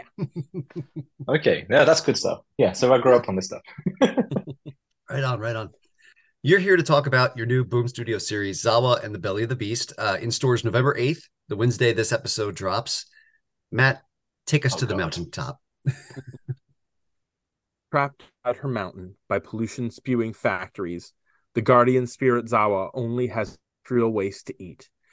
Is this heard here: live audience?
no